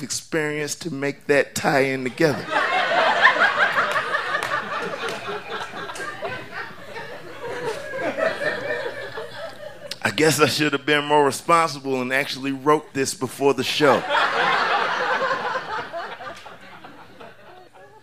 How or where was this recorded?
live audience